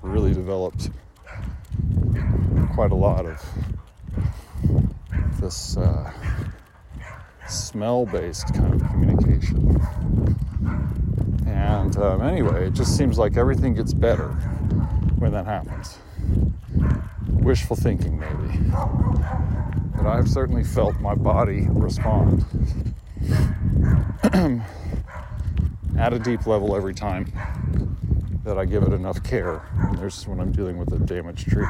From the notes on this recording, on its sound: This audio was recorded, re: an experiment I ran while dog sitting for a friend with large canopy trees in Buda, Texas. This was recorded while walking. First on Remuda Trail, then Oxbow.